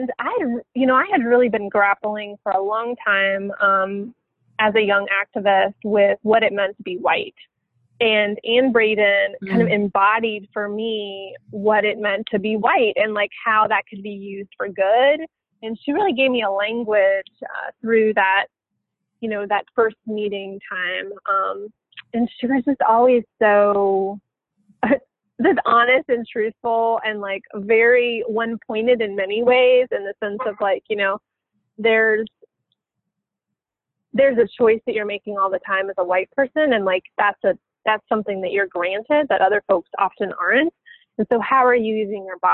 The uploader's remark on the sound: we had a phone conversation